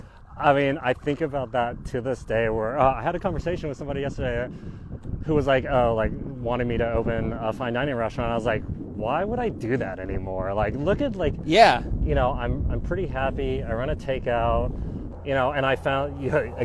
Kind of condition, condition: setting, outdoors